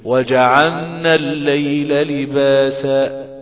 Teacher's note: اللام بتنحرف بمخرجها لمخرج حرف النون · Term: انحراف